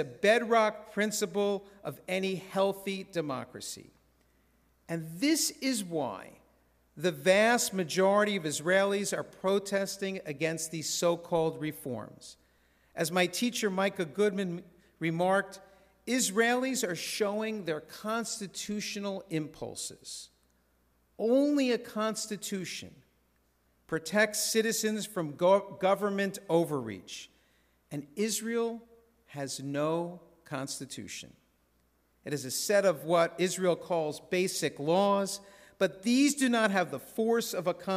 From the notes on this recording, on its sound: This sermon was recorded in a synagogue's sanctuary at Shabbat Services on Friday evening, April 28, 2023.